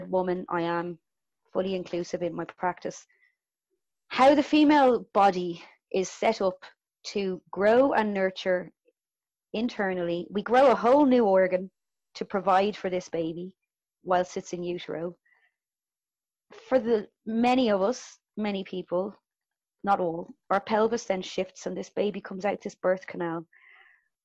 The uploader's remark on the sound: Recorded remotely 2020.